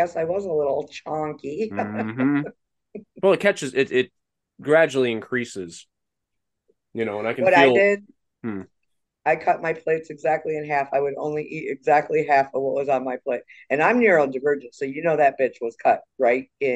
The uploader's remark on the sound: Winter Solstice Zoom party 2023